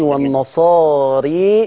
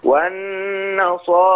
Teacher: وانت بتعمل التقليل ما تنزلش بيه قوي · Shown in: second take · ما تقولش والنصاري وتقوم نازل قوي كده، بقت إمالة كبرى. · Term: إمالة صغرى